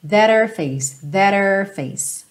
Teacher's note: Como esse H, her, não é um fonema forte, ele às vezes acaba sendo suprimido quando você vem de um T